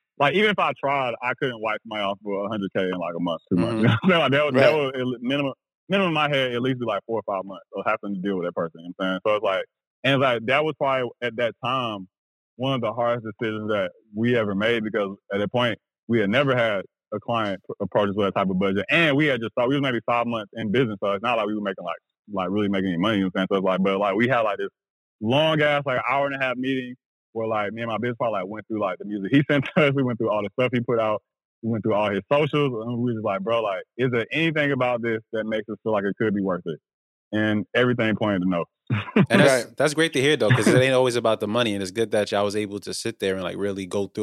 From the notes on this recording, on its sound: joined on the phone